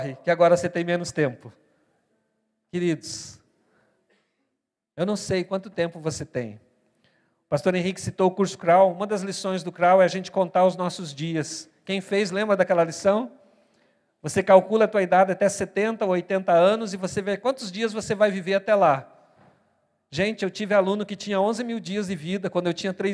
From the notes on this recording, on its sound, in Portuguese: na Igreja ABA Curitiba (Transmitido ao vivo)